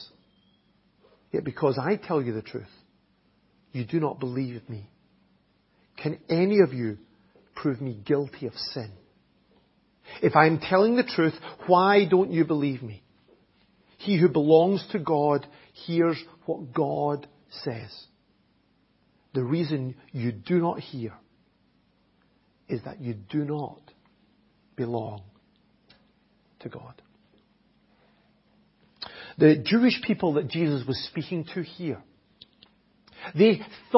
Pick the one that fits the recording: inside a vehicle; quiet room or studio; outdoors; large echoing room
large echoing room